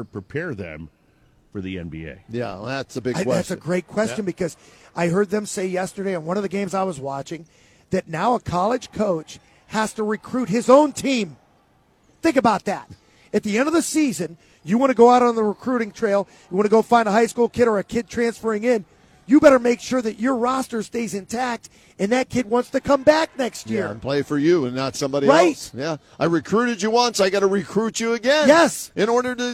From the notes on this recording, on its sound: live from Rocket Mortgage Fieldhouse